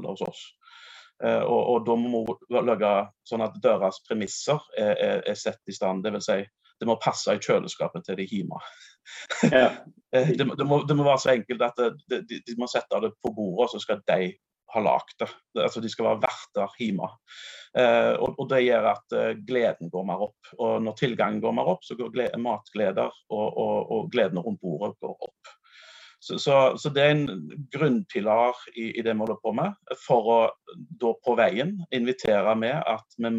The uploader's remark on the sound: Live Zoom.